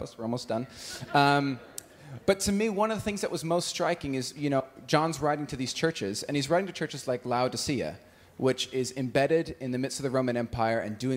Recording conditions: live audience